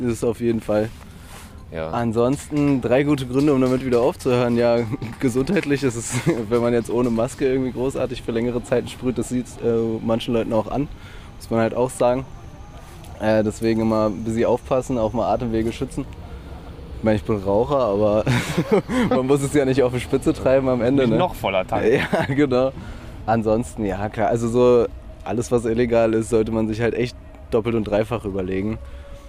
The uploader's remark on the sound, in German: stromern durch das Bahnhofsviertel, schneien im Dosenladen vorbei, malen eine Wand und ihr seid quasi live dabei